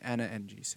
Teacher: you say Anna and Jason, where the an, like, there's no clear D.